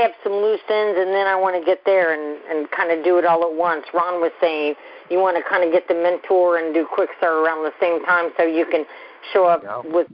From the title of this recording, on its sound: Gold Club Q&A Call